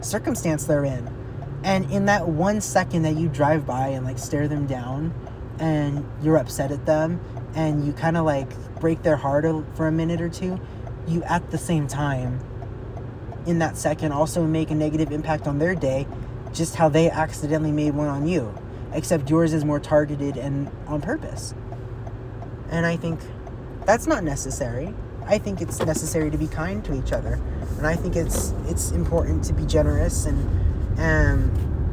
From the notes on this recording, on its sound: life updates while driving!